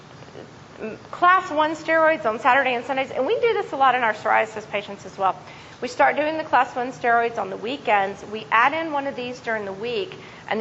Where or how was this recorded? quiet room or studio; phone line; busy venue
busy venue